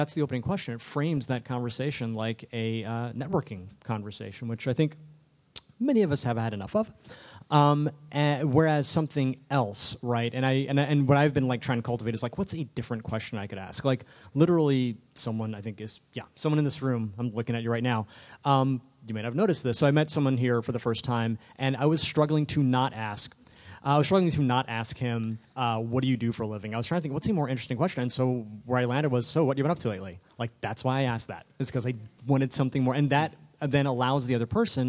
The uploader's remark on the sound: Live from the Philadelphia Podcast Festival